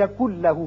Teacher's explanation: نون ساکن کے بعد جب لام آ جائے تو وہاں ادغام تو ہوتا ہے لیکن غنہ نہیں ہوتا، اب نون نہیں پڑھا جائے گا، کاف کی آواز لام سے سیدھی ملے گی